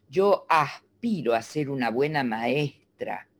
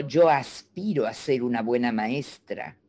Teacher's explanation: Porque para la zona de la Argentina de donde yo soy, la S del medio era aspirada · Shown in: first take · pero para, para acá no.